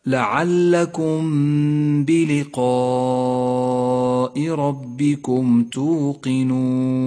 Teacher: نخفي الميم بالباء مع بقاء غنة للميم زمنها 2 حركات، ولذلك ميزت الميم باللون الأخضر إشارة إلى موقع الغنة، ولكن لا تجافي بين شفتيك عند نطقها ولا تضغط عليهما بل توسط في ذلك هكذا لعلكم بلقاء ربكم توقنون. · Term: الإخفاء الشفوي